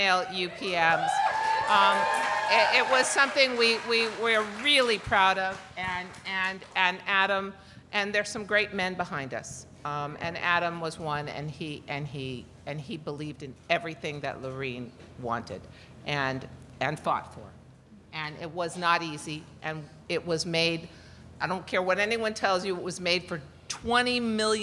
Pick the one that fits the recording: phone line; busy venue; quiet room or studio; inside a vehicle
busy venue